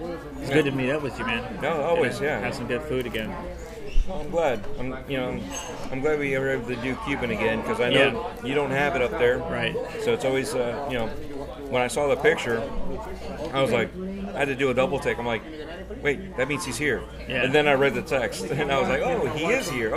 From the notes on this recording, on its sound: At "Capdevila’s at La Teresita" in Tampa. The new building now holds a sit-down restaurant (Capdevila’s at La Teresita) with tables and booths on the east side of the building, the cafeteria with the horseshoe-shaped counters on the west side and takeout area, a banquet hall on the 2nd floor.